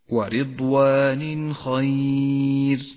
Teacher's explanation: تعالى ورضوان خير التنوين وبعده حرف الخاء وهو من حروف الإظهار يظهر التنوين وما بعده من غير غنة أو تشديد